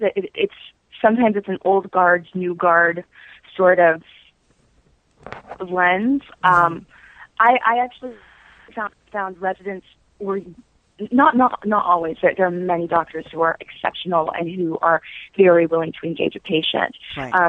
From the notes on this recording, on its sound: spoke by phone with her